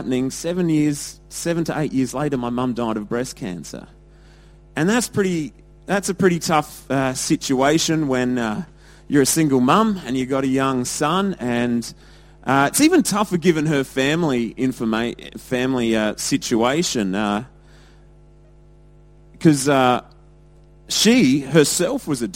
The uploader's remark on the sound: Recorded at Lifepoint Church, Adelaide, South Australia on Father's Day 2016.